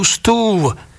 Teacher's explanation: obojperná výslovnosť v, ako sme na tom boli zvyknutí pri južnej časti záhorských nárečí, kde majú napríklad podobu stúv, ktorou pomenúvajú stôl.